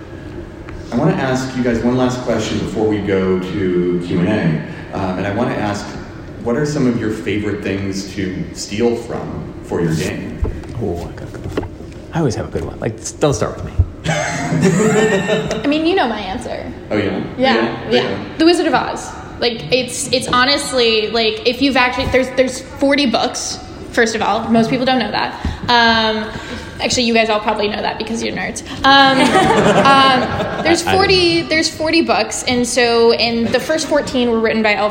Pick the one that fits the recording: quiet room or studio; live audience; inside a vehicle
live audience